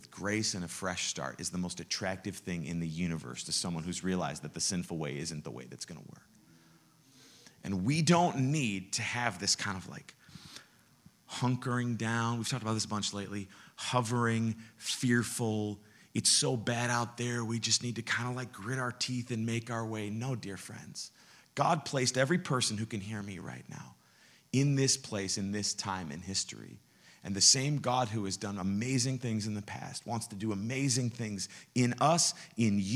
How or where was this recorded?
large echoing room